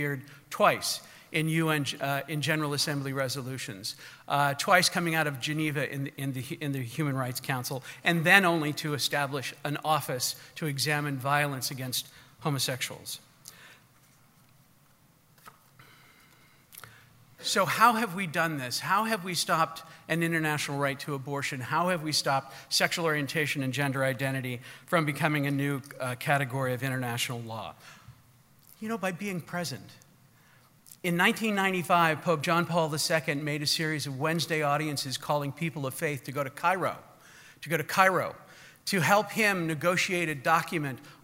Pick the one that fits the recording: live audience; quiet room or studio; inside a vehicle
live audience